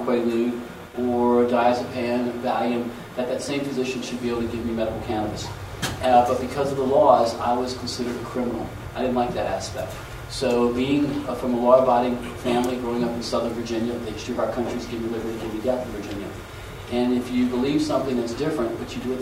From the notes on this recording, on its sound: Here is part 2 of the audio from the Helena Montana Medical Growers Assocation Cannabis Symposium that I went to back in September